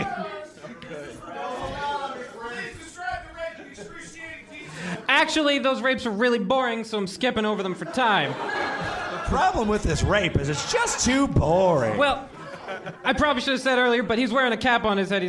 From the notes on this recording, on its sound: From the raucous Grumpy's Bar in Downtown Minneapolis, The F Plus Live is back!